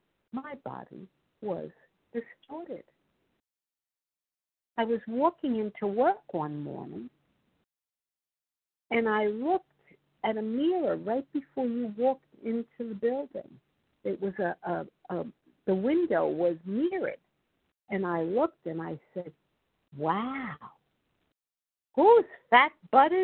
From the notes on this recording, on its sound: 100 Pounders Phone Meeting